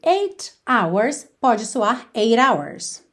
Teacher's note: hours começa com H, não é vogal, mas esse H não é pronunciado. Então, o primeiro som que a gente tem da palavra hours é o som da letra O.